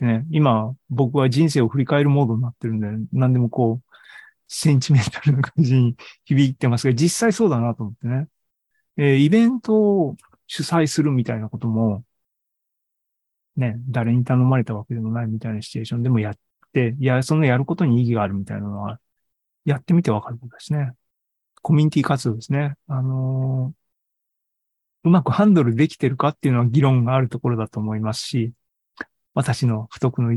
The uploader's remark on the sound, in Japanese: ２０２３年５月３１日に開催した ZOOMライブの模様です